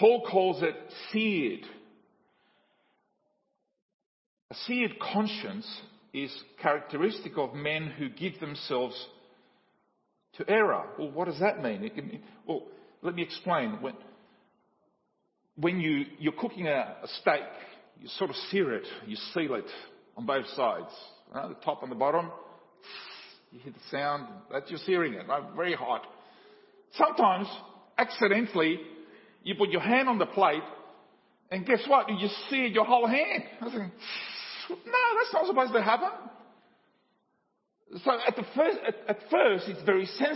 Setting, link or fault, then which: setting, large echoing room